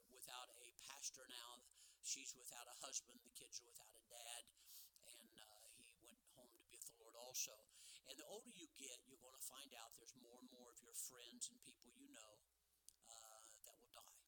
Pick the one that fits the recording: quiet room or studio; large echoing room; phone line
large echoing room